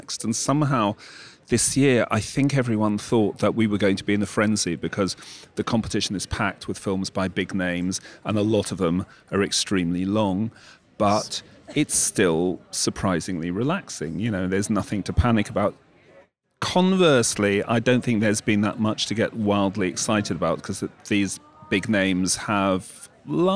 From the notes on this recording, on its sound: in an undisclosed garden location at the Venice Film Festival